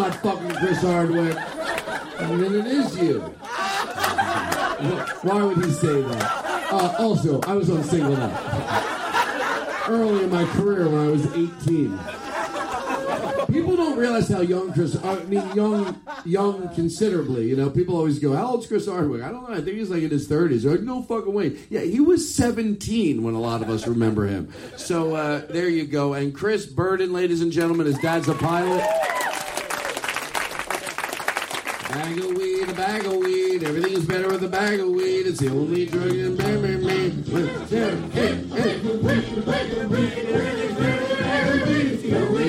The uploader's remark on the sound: From The Comedy Attic in Bloomington, Indiana! Live from Indiana!